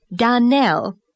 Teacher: Donnell, accent on last syllable